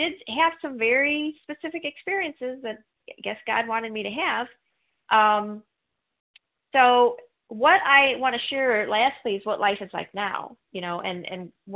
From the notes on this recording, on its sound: from the 100 Pounders Phone Meeting